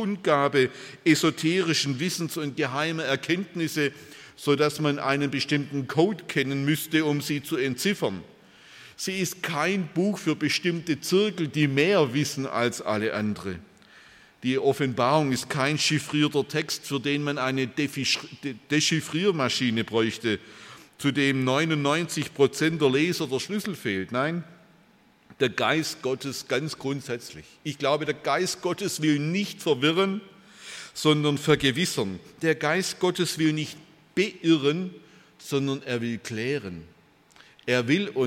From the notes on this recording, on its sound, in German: bei einer Veranstaltung der Liebenzeller Mission